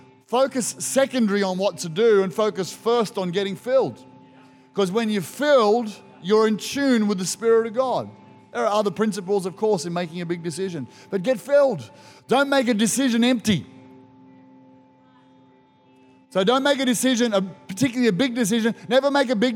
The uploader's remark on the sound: This was recorded in our 9am service.